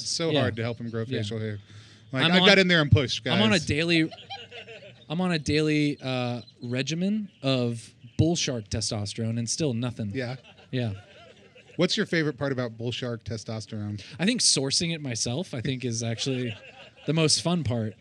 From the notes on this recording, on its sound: We recorded a live variety show at the Small Brew Pub in downtown Dallas.